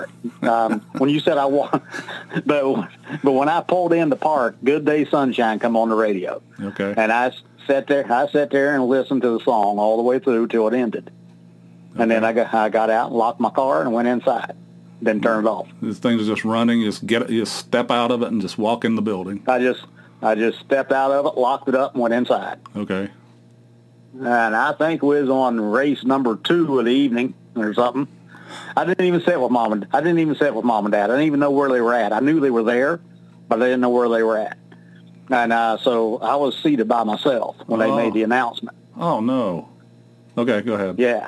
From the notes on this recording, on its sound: speak to my brother via Skype